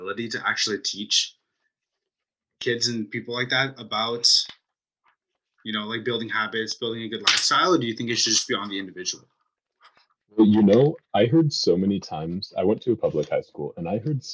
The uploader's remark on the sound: His episode was recorded with old hardware, so the audio quality is less than our current standard.